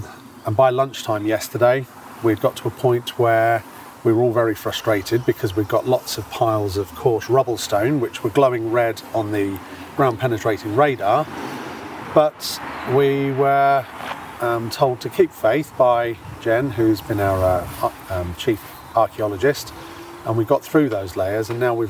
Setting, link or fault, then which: setting, outdoors